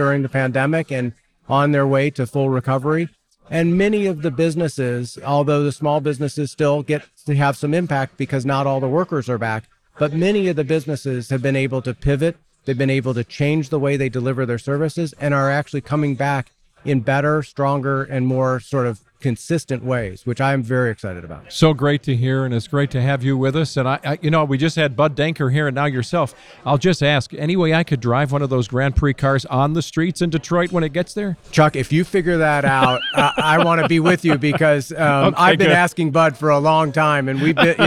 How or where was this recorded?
busy venue